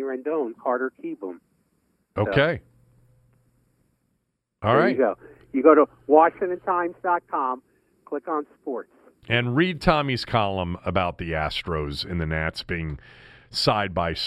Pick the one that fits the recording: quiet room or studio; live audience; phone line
phone line